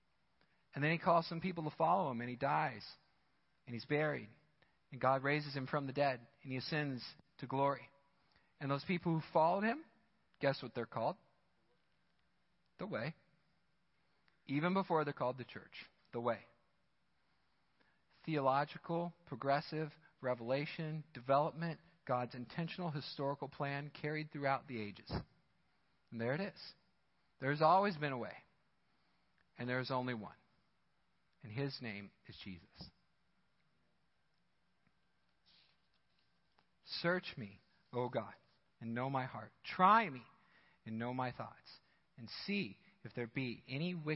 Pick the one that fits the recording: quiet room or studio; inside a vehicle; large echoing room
large echoing room